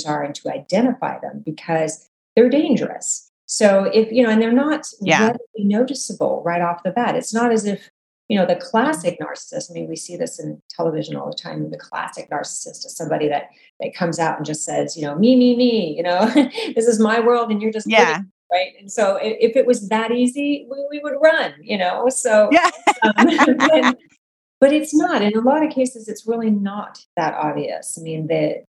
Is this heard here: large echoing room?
no